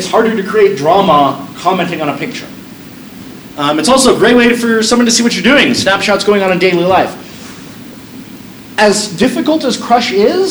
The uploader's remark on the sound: This is a recording of my brief talk on Wine and Social Media at the Verde Valley Wine Consortium.